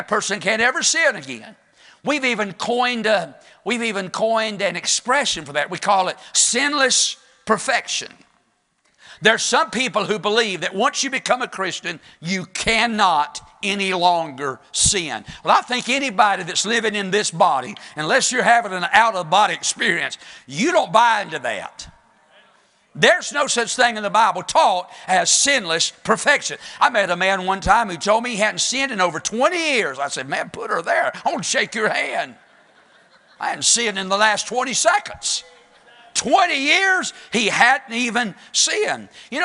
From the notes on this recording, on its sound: Sunday morning service preaching from the pulpit of Woodland Baptist Church – Winston Salem, NC.